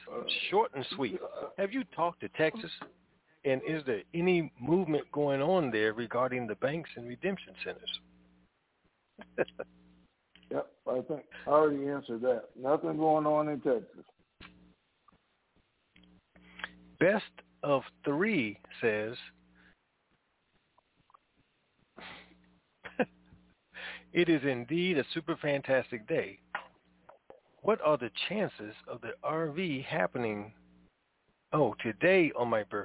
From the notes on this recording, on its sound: TNTSuperfantastic Conference Call.